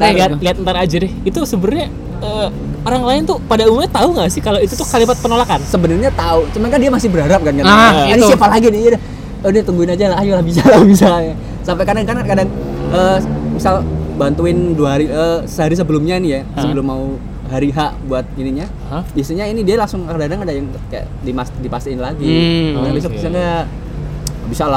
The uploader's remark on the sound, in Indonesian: Take kali ini di pinggir jalan, dinikmati ya ambience kendaraan bermotor mondar-mandir.